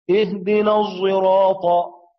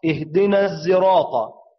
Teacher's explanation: إشمام الصاد زايا معناه اختلاط صوت الصاد بصوت الزاي · Shown in: first take · وهما صوتان يشتركان في الصفير والجهر، وتنفرد الصاد بالإطباق والزاي بالانفتاح، فوجب بقاء الصفة القوية التي انفردت بها الصاد وهي صفة الإطباق. · لابد من مراعاة صفة الإطباق للصاد